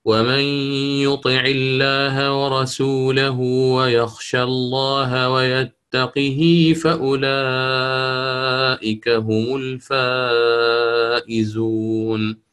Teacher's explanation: فأتى بالصلة بعد هاء الكناية مع كسر القاف